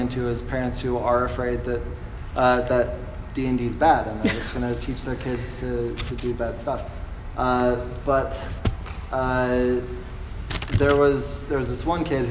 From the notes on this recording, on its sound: This is a the DM panel from Salt Lake Gaming Con!